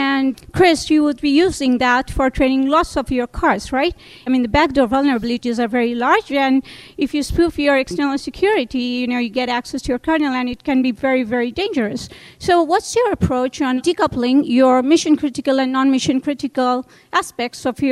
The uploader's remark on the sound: we share a panel discussion from Greylock's Future of Transportation event.